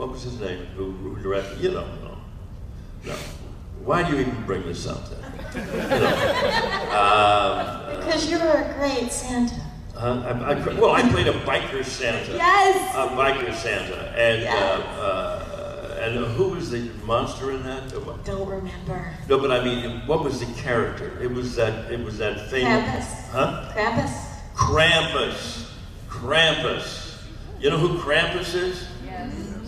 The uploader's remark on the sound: panel, Days of the Dead Atlanta, August 29, 2021